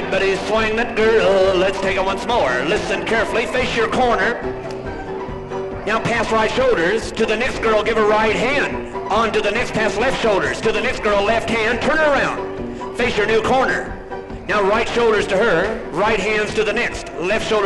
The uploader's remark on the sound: A first for this podcast series, here is track two of an actual dance. A live orchestra. Recorded in Los Angeles, California.